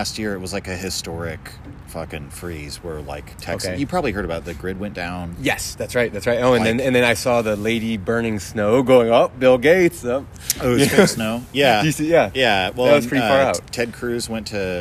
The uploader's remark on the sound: Chat at Sagebrush. Made our way around back, even though everything was damp. As the bar had only just opened and there was literally no one else there, owing to the rain & the Thanksgiving holiday, but the traffic was picking up outside as everyone rushed to get home. Eventually, we dried off some chairs and began recording a podcast.